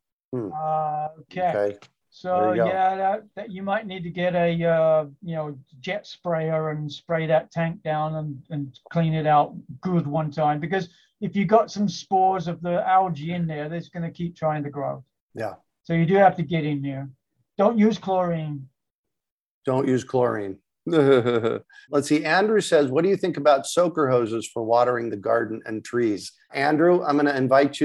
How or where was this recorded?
video call